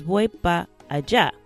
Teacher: But for now, it's important just to note that the word para, in this case, is actually shortened. So the R and the A at the end are cut off in spoken Spanish in this case. So para just becomes pa.